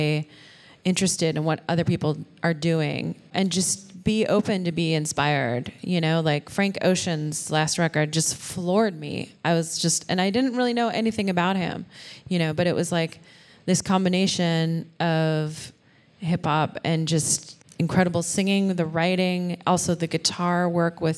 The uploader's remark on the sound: We celebrated our 100th episode with a live taping in Portland, OR.